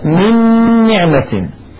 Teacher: أدغمنا النون في النون فيكون النطق بنون مشددة، وهو إدغام كامل، لذلك قد جذبت النون الأولى من السكون وشددت النون الثانية.